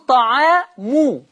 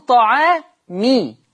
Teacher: حفص هناك كان بيقول طعامو بيضم الميم، ورش هنا هيقول طعامي هيكسر الميم